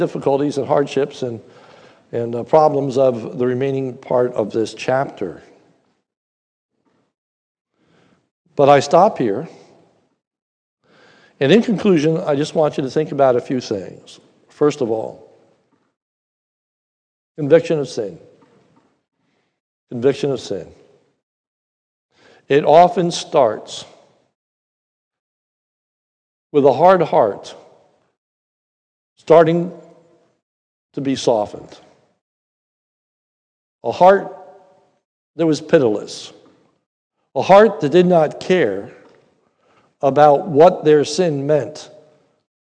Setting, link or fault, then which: setting, large echoing room